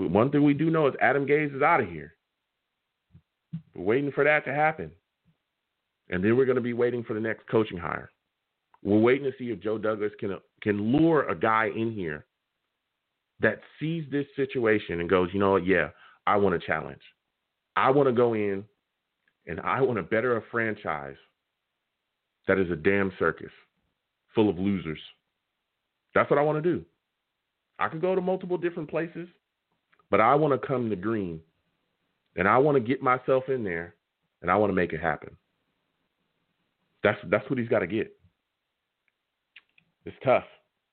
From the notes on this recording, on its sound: I take live callers!